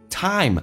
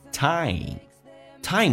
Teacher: I 这个发音稍微的饱满一点，上下嘴巴打开到极限，再滑动到 E 这个发音